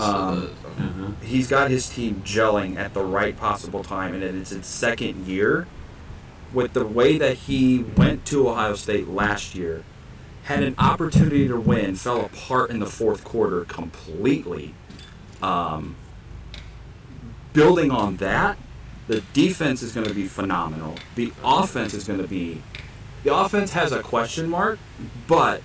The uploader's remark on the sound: Join us this week as we are live from Potato Creek State Park for the 23rd Annual CCF Church Campout.